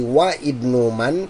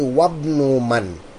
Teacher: because that waw is coming before the word Ibnu, we do not pronounce the Hamza · Shown in: second take · and say Wa Ibnu Man.